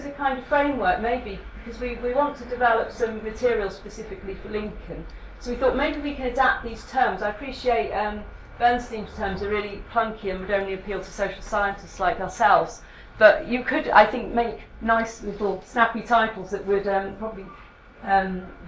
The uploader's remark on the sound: Speak at the SRHE Postgraduate Issues and Student Experience Networks event - Postgraduate Taught Student Experience, Employability and Support.